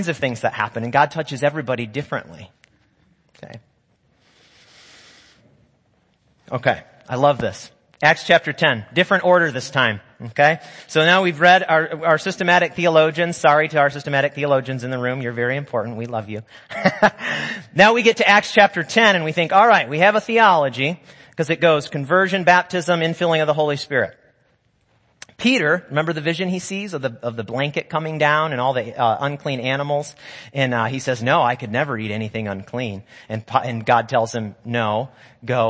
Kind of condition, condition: setting, large echoing room